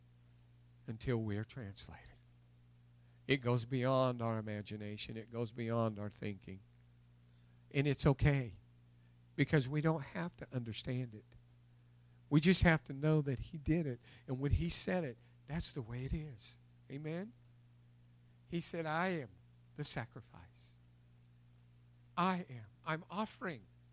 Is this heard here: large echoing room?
yes